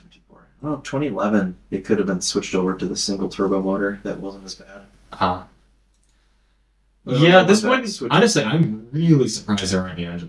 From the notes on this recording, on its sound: The normal podcast mics decided not to record this episode. Thankfully the backup audio came through.